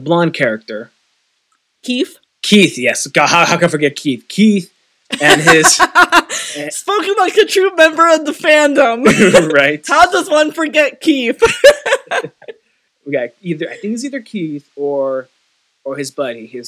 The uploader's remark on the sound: Apologies for the audio quality and if it is a bit uneven. Mic audio came in at very different volumes and it was tricky to edit. Were also both sick the day this was recorded back in November, so please excuse if both their voices sound sick.